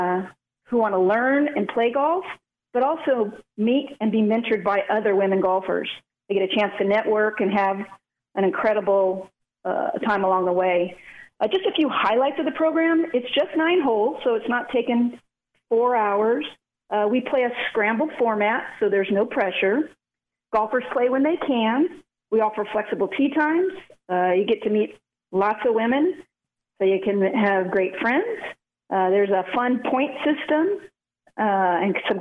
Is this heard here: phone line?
yes